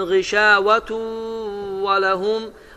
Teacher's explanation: Ənin nısı, inin nısı, unun nısı və sükunlu nun özü itəcək və səs ondan sonra gələn, məsələn, qişə və tun və ləhum vav hərfidirsə, iki dəfə oxunacaqdır. Və səs də burundan çıxacaq. Və uzatma miqdarı da 2-3 hərəkə. · Term: İdğam məlğuna